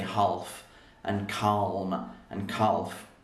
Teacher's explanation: And actually a lot of words that are spelled like this, calf as well, we don't really say the L. Or calm, we don't say the L. Because it's just long to say half, and calm, and calf.